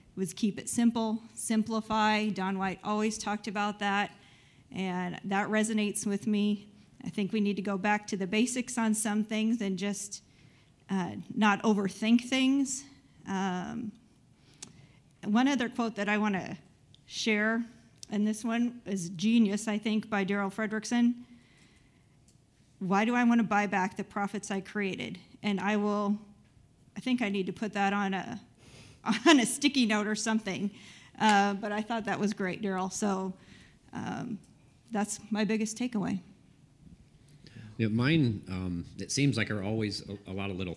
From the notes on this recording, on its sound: Host this episode in front of a live "studio" audience, where they interview attendees of the annual Master Management Conference hosted by White Commercial Corporation.